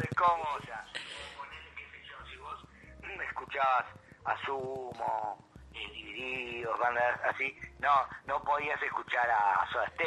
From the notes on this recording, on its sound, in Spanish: Charla Telefonica.